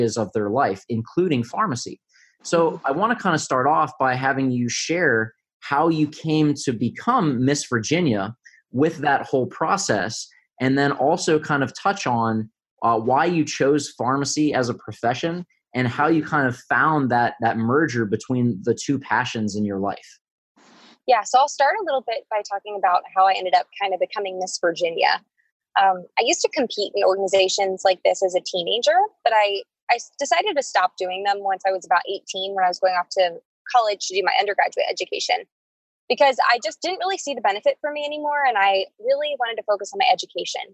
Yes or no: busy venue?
no